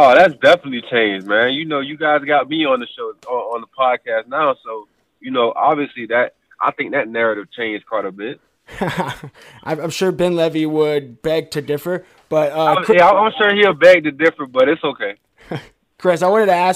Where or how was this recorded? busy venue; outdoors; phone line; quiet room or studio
phone line